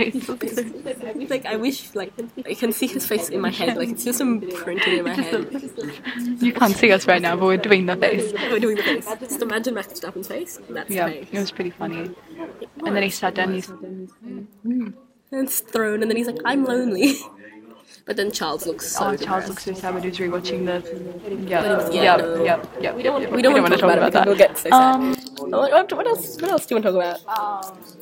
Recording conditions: background noise